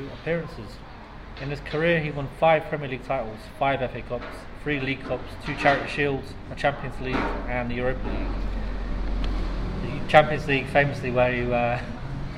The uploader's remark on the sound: It's a live recording down 'The Whistle & Flute' in Nottingham